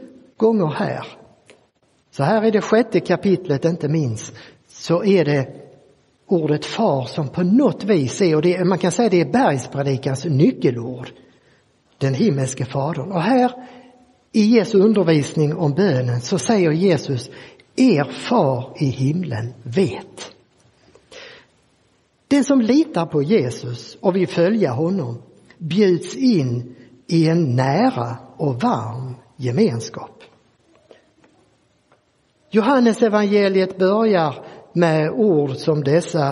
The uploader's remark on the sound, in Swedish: Inspelad i Roseniuskyrkan den 14 maj 2023.